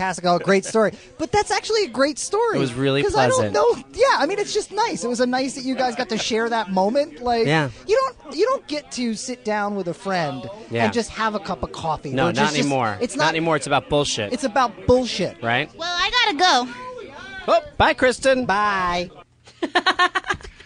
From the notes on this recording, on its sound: Get a glimpse of what it is to be backstage at a Comedy Bang Bang show. Recorded backstage at the 2012 Comedy Bang Bang Nativity Pageant.